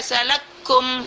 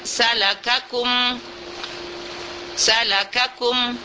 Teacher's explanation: Salakakum. Jadi antara kaf dengan kaf dia mutamatsil, tetapi tidak boleh kita mengidghamkannya karena dia keduanya berbaris. · Shown in: second take